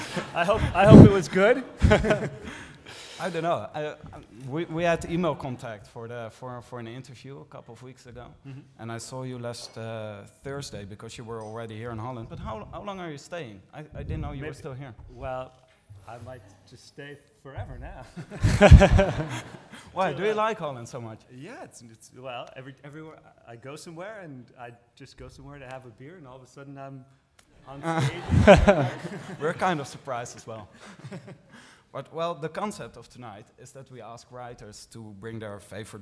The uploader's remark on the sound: Literaturfest Live IV